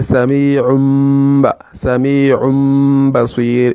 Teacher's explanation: you will not allow the nunu sakina to show. Rather, you change it for mimun. · Term: al-iqlab